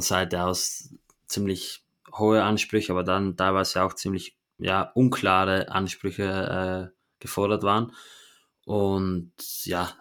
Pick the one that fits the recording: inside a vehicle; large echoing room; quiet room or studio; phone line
quiet room or studio